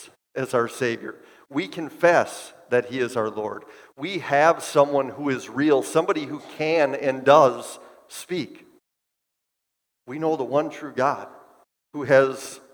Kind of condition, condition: setting, large echoing room